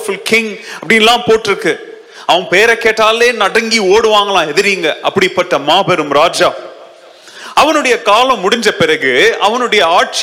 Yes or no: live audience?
yes